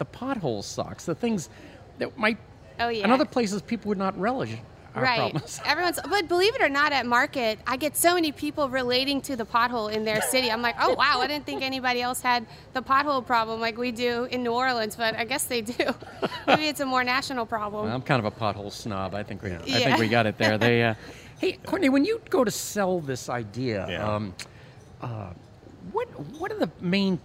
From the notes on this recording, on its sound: Out to Lunch is recorded live over lunch at NOLA Pizza in the NOLA Br.